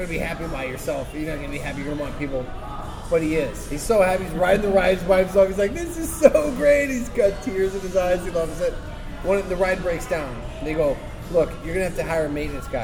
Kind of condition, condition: setting, busy venue